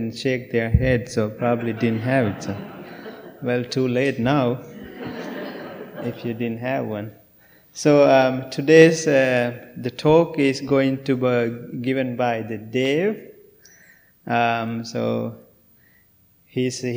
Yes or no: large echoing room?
yes